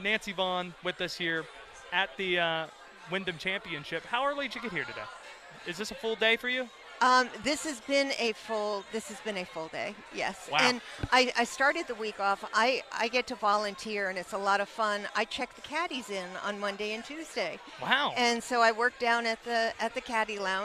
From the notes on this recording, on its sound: live from the Wyndham Championship